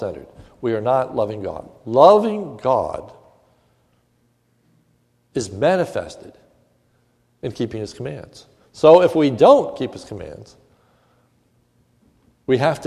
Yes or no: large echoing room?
yes